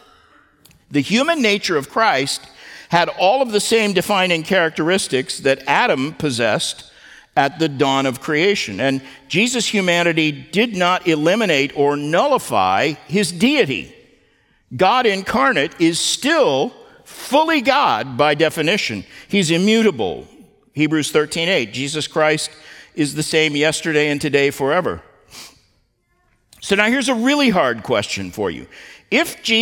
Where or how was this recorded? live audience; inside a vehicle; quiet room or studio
live audience